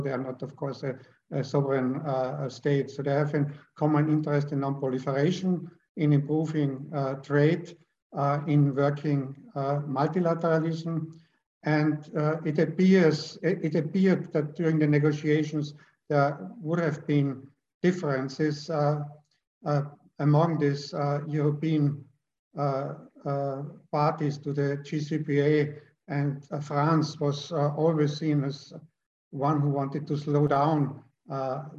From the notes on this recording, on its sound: This public talk was conducted online via Zoom